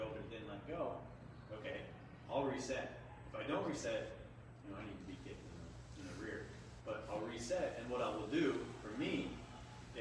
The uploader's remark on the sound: Target Panic Seminar - Lancaster Archery Classic. Using crowd input, discussion. Disclaimer: Audio is cell phone live feed recording. We apologize for the small inconvenience if it's not The PUSH quality.